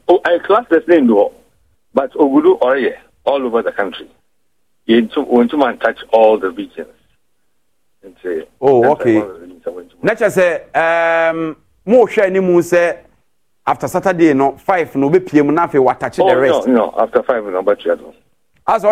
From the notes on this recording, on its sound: Interactive phone session with callers